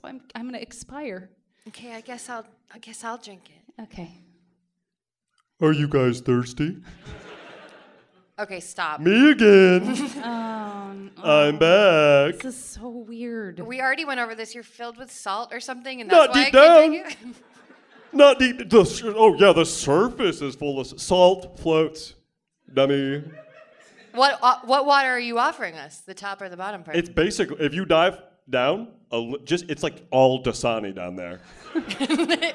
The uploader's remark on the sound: Live from San Fran Sketchfest 2023